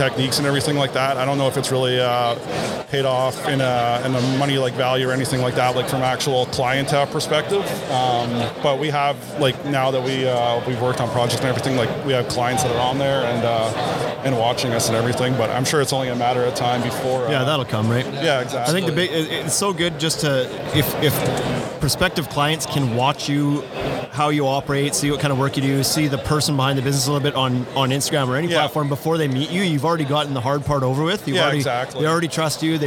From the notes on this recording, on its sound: Live From Deck Expo 2019. Live from Louisville, Kentucky at Deck Expo 2019.